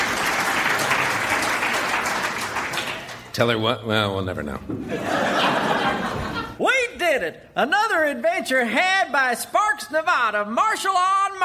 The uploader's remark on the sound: Recorded Live 5/2/2011 at Largo, Los Angeles.